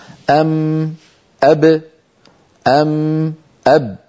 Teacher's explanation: الميم والباء خرجتا بانطباق الشفتين على بعضهما